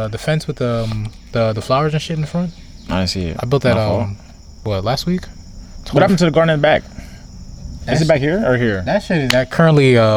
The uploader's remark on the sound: The fellas are back outside again accompanied by Mother Nature and her beauty.